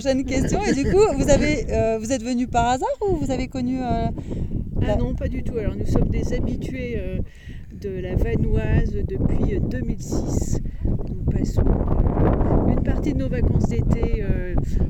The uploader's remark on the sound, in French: Observations du Ciel le Jeudi 6 Juillet au Refuge de Plan du Lac à Valcenis – 60 Ans du Parc National de la Vanoise. Lors de notre événement astronomie au Refuge du Plan du Lac pour célébrer les 60 ans du Parc de la Vanoise, nous avons eu l’opportunité de réaliser des interviews inspirantes. Nous avons rencontré des passionnés d’astronomie, des experts et des visiteurs qui ont généreusement partagé leurs connaissances et leurs expériences.